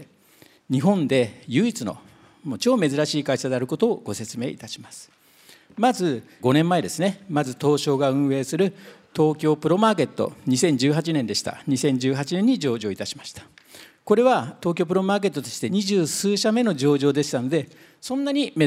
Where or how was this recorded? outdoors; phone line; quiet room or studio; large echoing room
large echoing room